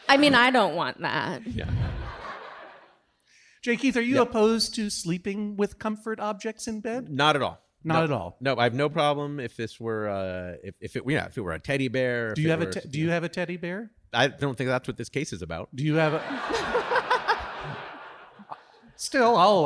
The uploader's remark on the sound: This week’s episode was recorded live in front of an audience at the Masonic Lodge at Hollywood Forever Cemetery in Los Angeles!